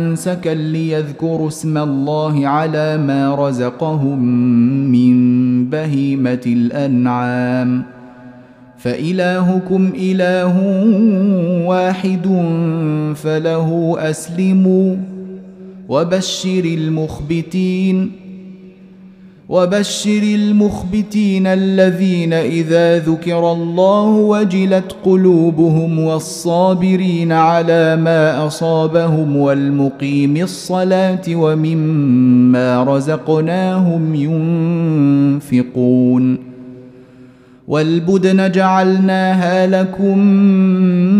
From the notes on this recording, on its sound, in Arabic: مسجل من صلاة التراويح بمسجد السلام بحي مشرفة بجدة.